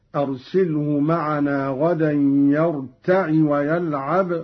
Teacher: قرأ قالون بكسر العين هكذا: أرسله معنا غدا يرتع ويلعب وإنا له لحافظون.